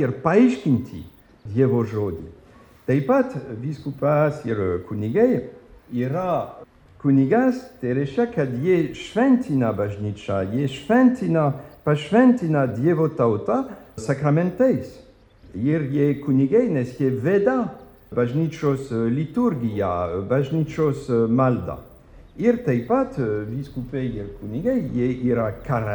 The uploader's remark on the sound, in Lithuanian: Įrašas iš Švento Jono šeimų festivalio.